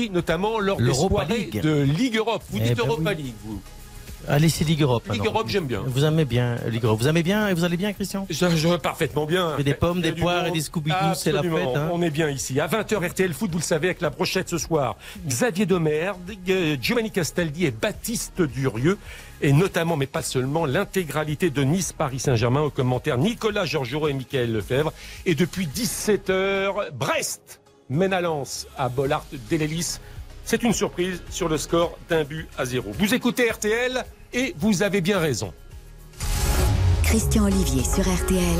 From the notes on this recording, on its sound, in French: en direct du salon de l'Agriculture